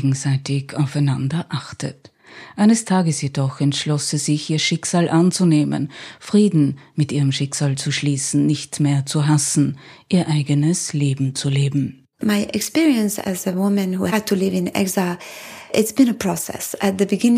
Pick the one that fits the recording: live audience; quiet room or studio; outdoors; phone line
quiet room or studio